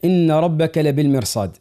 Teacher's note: أنا يحضرني الآن أن الراء يعني حكمها التفخيم صحيح، لبالمرصاد، لأن يعني الراء ساكنة سكون أصلي جاء بعد حرف مفخم، والقاعدة التجويدية تقول بأن الراء تفخم